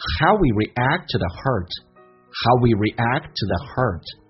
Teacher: 甚至有时候咬舌音不会去咬，变成 tothe，to the 就没有咬舌了